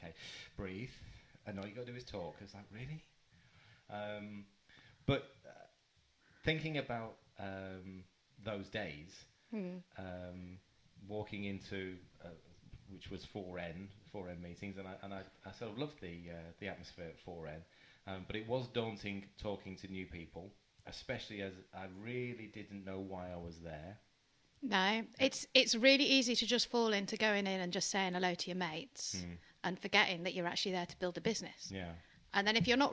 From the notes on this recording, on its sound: apologies for the unbalanced audio!